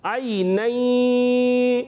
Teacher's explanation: نون ساکن تنوین کے بعد یا موجود ہے، تو آپ دیکھیں نون کی آواز یا میں مل گئی · Term: ادغام